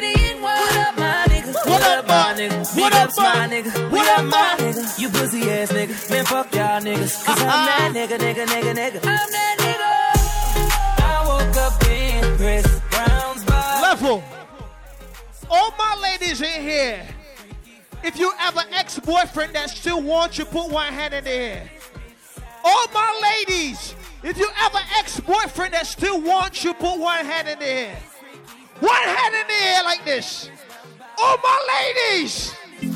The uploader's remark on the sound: Live audio from Island Saturdays on June 23rd